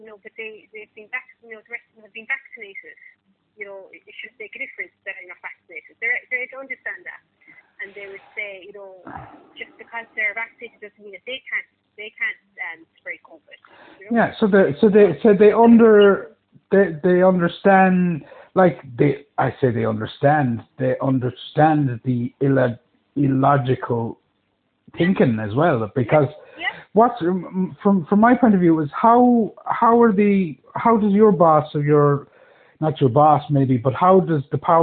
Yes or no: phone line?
yes